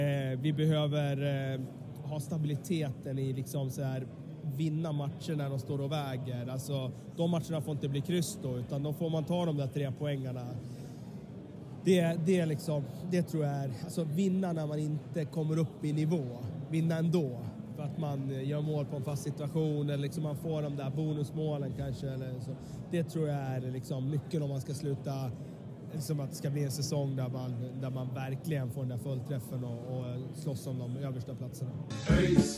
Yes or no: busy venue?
yes